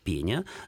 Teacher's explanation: Обычно это слово используется все-таки в форме множественного числа, но если уж зачем-то нужно, то словари позволяют говорить «пеня», то есть в единственном числе ударение падает на первый слог